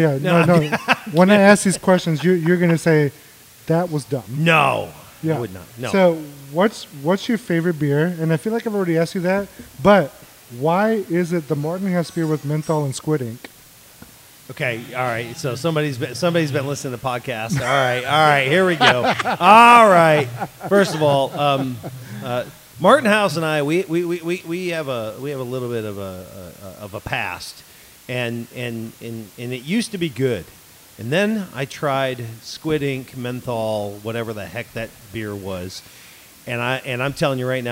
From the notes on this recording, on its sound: We recorded at Thistle Draft Shop in Spring, TX with a great mix of guests!